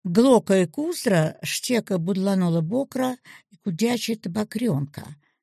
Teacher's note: Главное ударение будет падать на точку, потому что в логике русского предложения главное слово находится в конце. Паузы после куздры и после бокра.